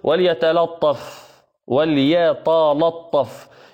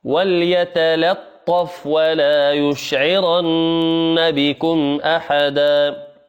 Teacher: كل الحروف مرققة ما عدا الطاء · Shown in: second take